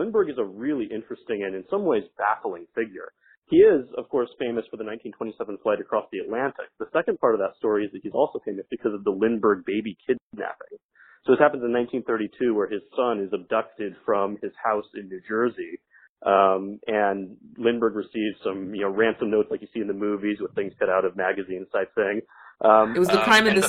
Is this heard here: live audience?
no